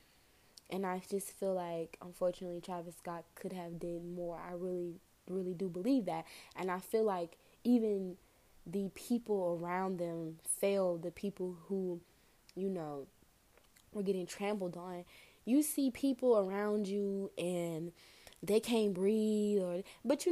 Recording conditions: background noise